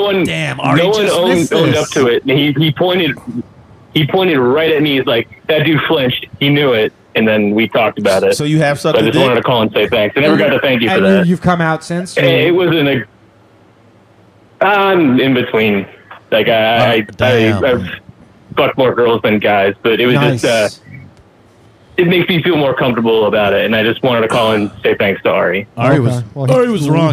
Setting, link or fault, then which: link, phone line